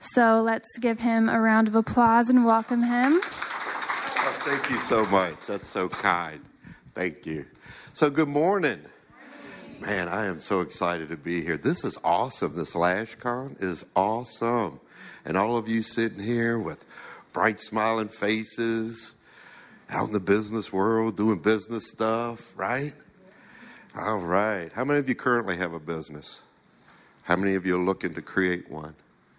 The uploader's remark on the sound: We recorded this talk back in October of 2019 at LashCon. This was one of about 28 presentations we had over two days.